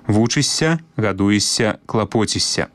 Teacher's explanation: заўжды вымаўляем мяккі падоўжаны «с»